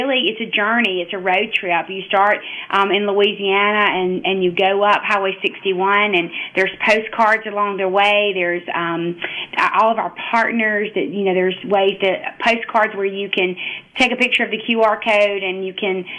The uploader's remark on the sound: joins the conversation by phone